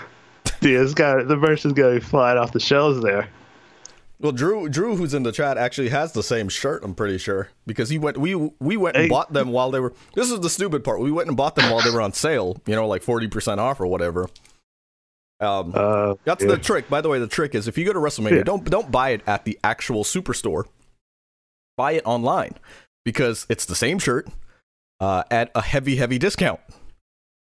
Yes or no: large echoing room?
no